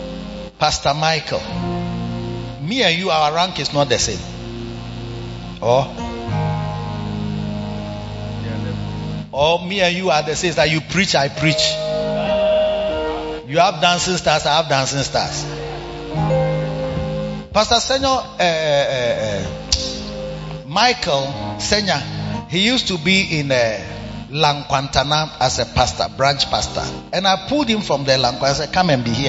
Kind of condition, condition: setting, large echoing room